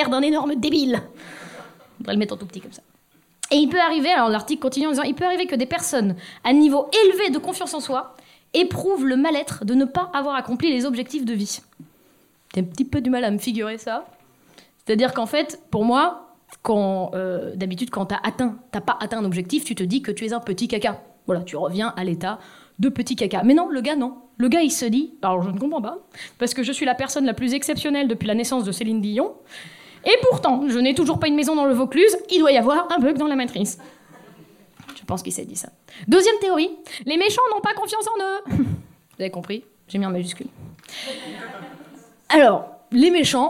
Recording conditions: live audience